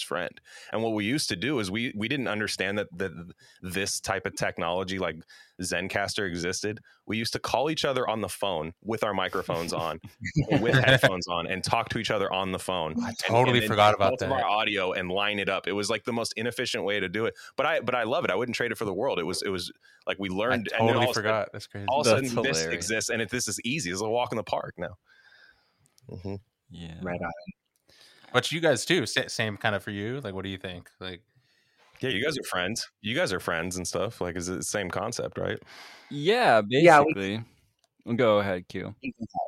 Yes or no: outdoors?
no